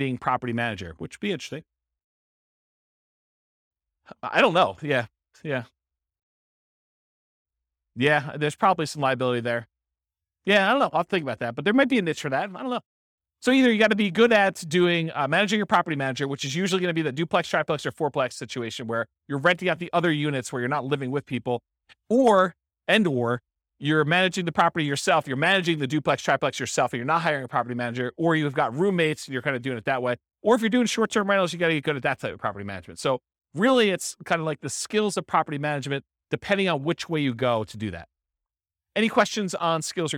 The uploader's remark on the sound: This was a live class recorded.